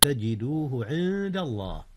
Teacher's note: أخفي حرف النون قبل الدال إذ الدال من أحرف الإخفاء